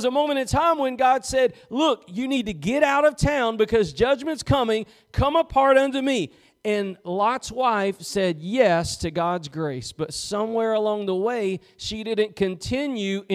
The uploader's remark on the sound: Preached at Gospel Lighthouse in Bossier City, La.